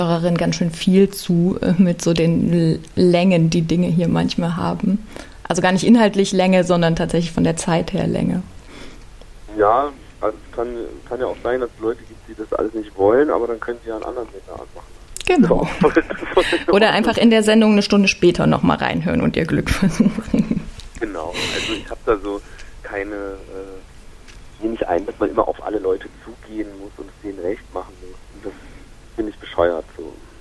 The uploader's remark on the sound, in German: Sorry für die Quali - in unserem Ausweichquartier hatten wir technische Schwierigkeiten mit dem Telefonhybrid - deshalb die vielen "aha", "mhm" und Kichergeräusche...